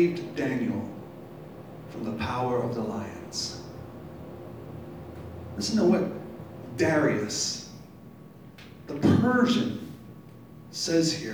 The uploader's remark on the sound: Live from Black Cloister Brewing Company.